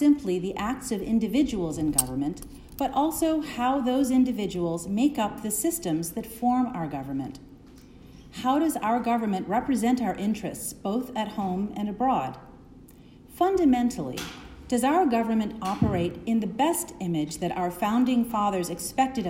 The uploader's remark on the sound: Delivers Remarks at the President's Church. To congregants at St.